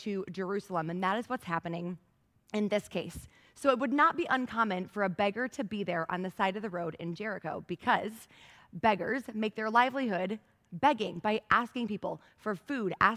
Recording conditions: large echoing room